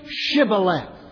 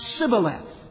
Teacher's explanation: the Gibeonites were unable to frame that sh sound. Try as they might, it would come out Sibboleth.